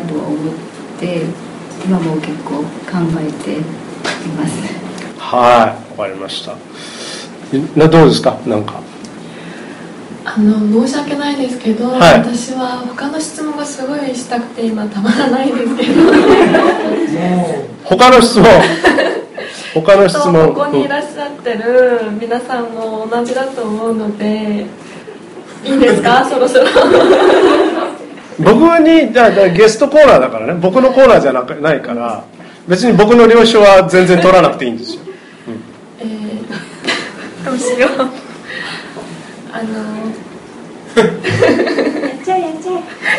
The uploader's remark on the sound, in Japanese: 梨大のBistro6942で行われた公開収録イベント。大勢のリスナーを目の前にして。